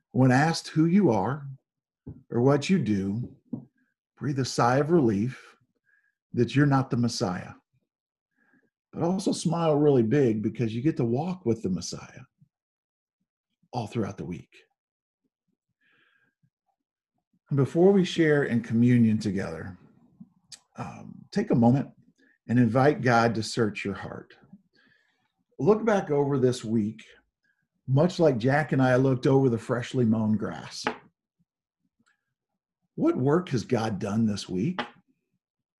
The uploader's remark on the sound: Zoom Sunday.